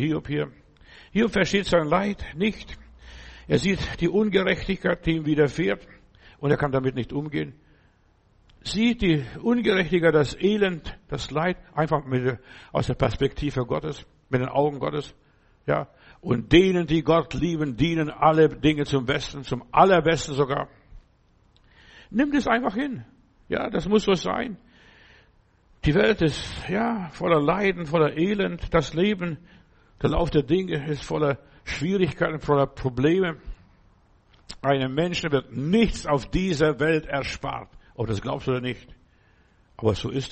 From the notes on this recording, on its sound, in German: im Gemeinde-Zentrum in Berlin aufgenommen